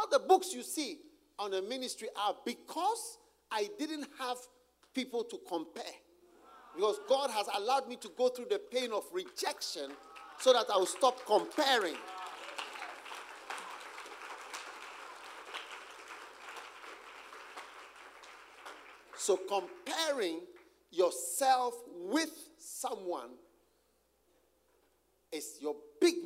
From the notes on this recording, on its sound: Preached at the Use It or Lose It Camp, USA.